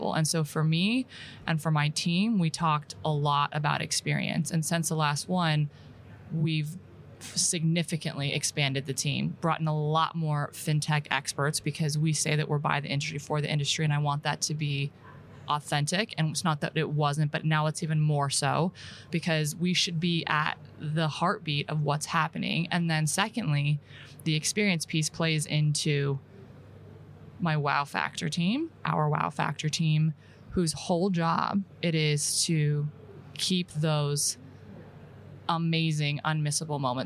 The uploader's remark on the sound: live in Amsterdam at Money 20/20 Europe